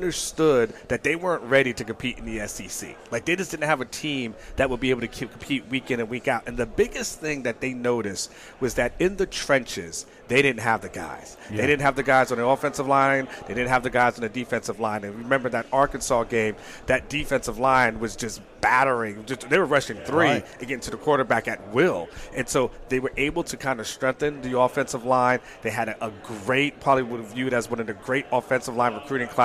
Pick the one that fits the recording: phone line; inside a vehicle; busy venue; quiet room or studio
busy venue